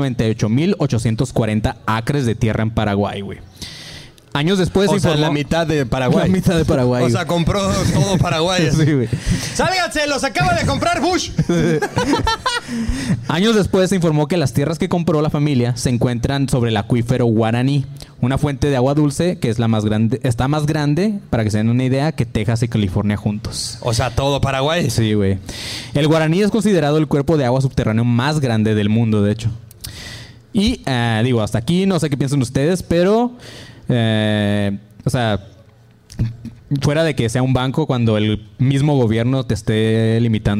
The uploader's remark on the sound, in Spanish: En Vivo Monterrey. Show en vivo desde el Escocés Pub en Monterrey.